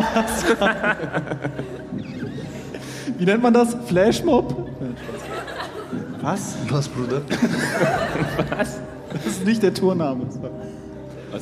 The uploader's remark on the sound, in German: Live aus Frankfurt. Der erste Tour-Stop der Live Podcast Tour liegt hinter uns. An die, die Live dabei waren: Nicht wundern, es wurde ein bisschen rausgeschnitten.